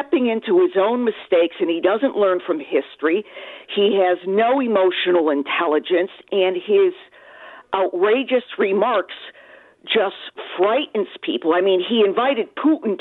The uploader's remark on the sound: we take phone calls